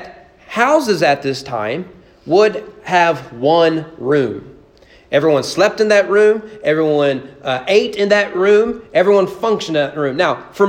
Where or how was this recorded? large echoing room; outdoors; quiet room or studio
large echoing room